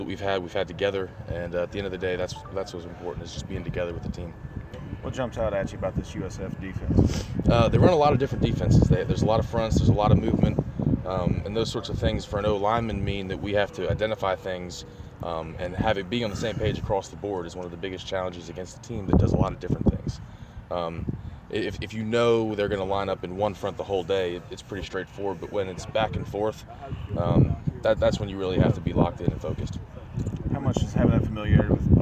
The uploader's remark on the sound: live from The Union Pub and Grill